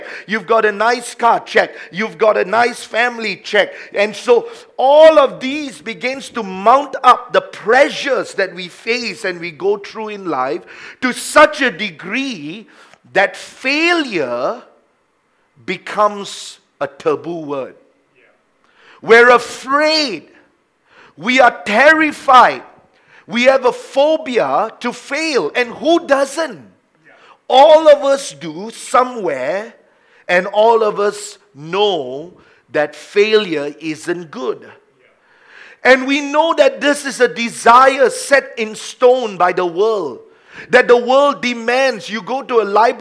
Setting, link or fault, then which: setting, large echoing room